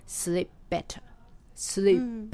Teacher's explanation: dark gray っていう、まあ、色なんですけどね、dark ぐらいの場合もこの場合ダークの句を句の音がなくなってグレーにそのままつながってダーグレイ、うんうん、ダーグレイあごめんなさいマイク、うん、手をね <laughs>手を振りながら話してるもんですからね <laughs>ついついバンバン、ね、はい言っちゃいました、はい、この句がなくなってダーグレイでもなんとなく句が入ってるような隙間が出るんですよね。うんうん、ダグレイっていうね。それからプ、バ、この P と B の P、B の音も似た音ということで、これもつながりやすくて、sleep, sleep better の場合に sleep better, sleepbetter、うん、この P のところが音が出ないで後ろの better につながると